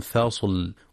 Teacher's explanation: مراعاة ترقيق اللام في فصل وإعطائها صفة التوسط والحذر من تفخيمها لمجاورتها الصاد